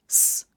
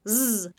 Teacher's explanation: 100% the same, 99.9% the same, just the voicing is different